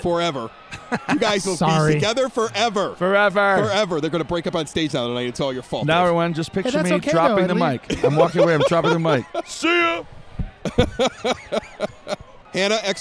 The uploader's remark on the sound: The EP Podcast records our first show in front of a crowd.